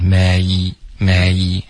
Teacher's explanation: 这个 may 的双元音滑动需要再滑的饱满一点